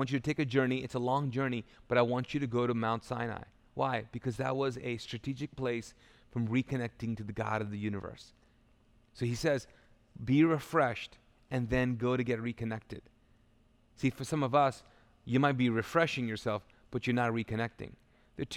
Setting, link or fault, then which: setting, large echoing room